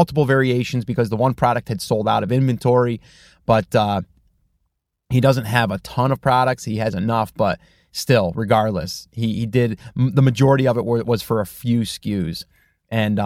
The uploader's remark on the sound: In the car today